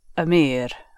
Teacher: the first root is a strange little half letter, as the Arab grammarians call it, which is just like a little pause · Term: Hamza